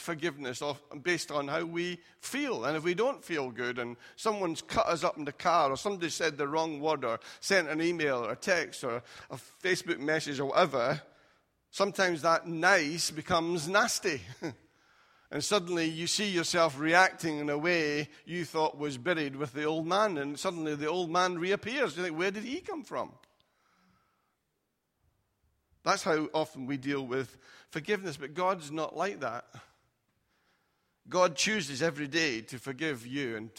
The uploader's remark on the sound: Recorded at freedomcentre church, Preston on Sunday 18th February 2018